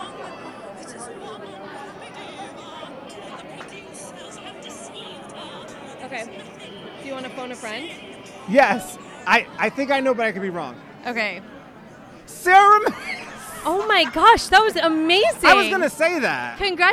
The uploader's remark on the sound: Live on the red carpet of Monty Python's Spamalot. Live from "Monty Python's Spamalot" Opening Night Red Carpet. Live on the red carpet of Monty Python's Spamalot.